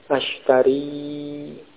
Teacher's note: ada ya-nya dibaca panjang ya. Ashtari.